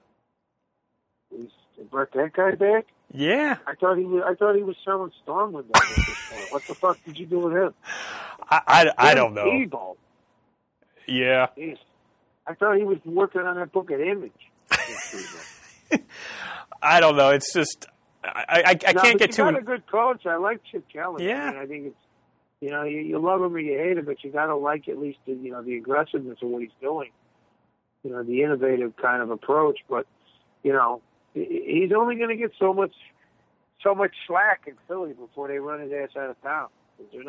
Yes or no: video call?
no